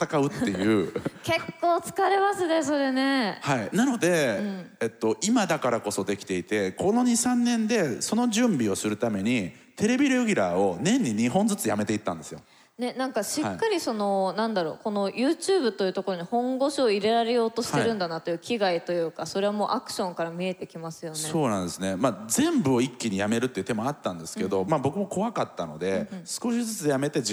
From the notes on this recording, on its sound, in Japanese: TOKYO FMの番組「マスメディアン 妄想の泉」。番組初となる公開収録の模様をお届けしました。